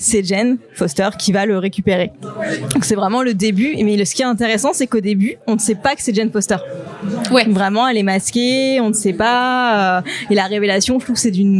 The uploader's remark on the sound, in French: Un épisode inédit que j'ai pu réaliser au cours d'une soirée presse pour le lancement de la collection Super-Héroïnes Marvel chez Panini Comics France !